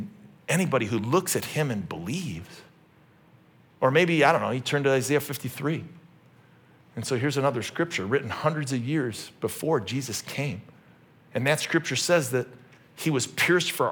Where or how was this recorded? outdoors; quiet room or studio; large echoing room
large echoing room